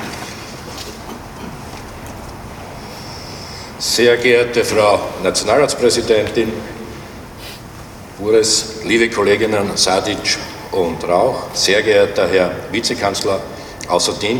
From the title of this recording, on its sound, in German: O-Ton] Enthüllung einer Gedenktafel für Opfer der NS-Militärjustiz am 12. 1. 2024 in der Hohenstaufengasse